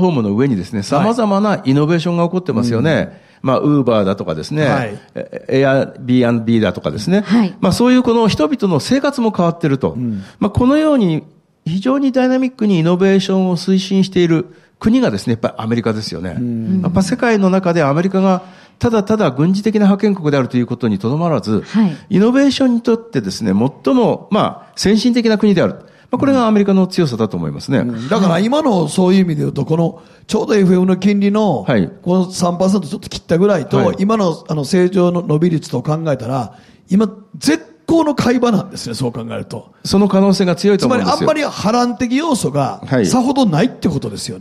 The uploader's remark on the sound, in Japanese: 公開収録